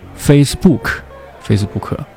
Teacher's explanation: 这样的话就失去了一个重音，就等于说 face 和 book 两个单词的重音是一样了